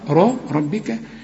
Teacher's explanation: الباء هنا أكثر رقة، ربك إنما الراء مفخمة